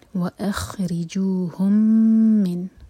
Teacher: ثقفتموہم واخرجوہم، را کے نیچے کسرہ تو را باریک، واخرجوہم من، میم اور میم کا ادغام، یہ ہے ادغام متماثلین، تو میم پر غنہ کریں گے، ہولڈ کریں گے 2 سیکنڈز. وَأَخْرِجُوهُمْ مِنْ حَيْثُ أَخْرَجُوكُمْ، را پر ہے فتح تو را ہیوی ہوگا.